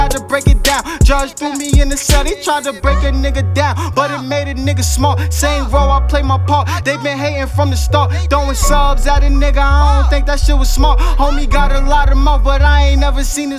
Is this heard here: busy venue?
yes